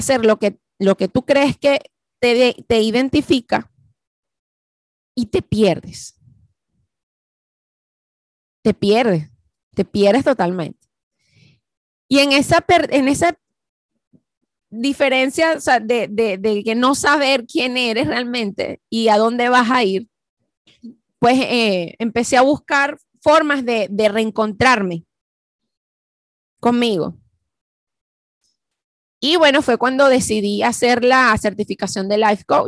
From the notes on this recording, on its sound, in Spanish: ZOOM PARTY CUMPLEAÑOS 2021. Q&A live.